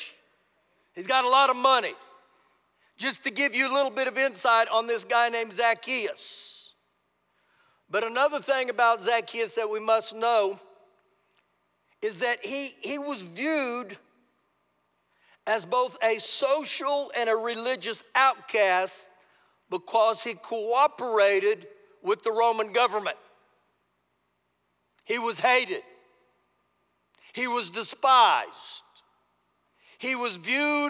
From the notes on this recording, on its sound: Recorded live during our Sunday service